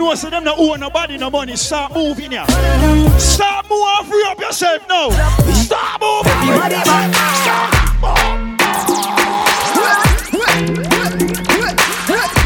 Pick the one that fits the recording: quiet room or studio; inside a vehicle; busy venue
busy venue